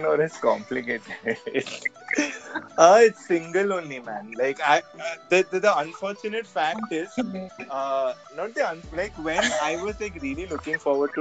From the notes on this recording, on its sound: Kindly excuse the glitches in the call recording, my 'not so strong internet connection' didn't help us at all.